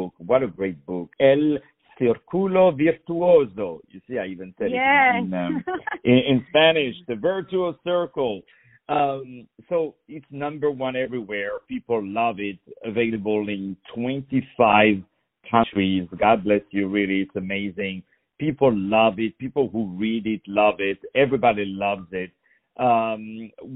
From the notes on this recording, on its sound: On the phone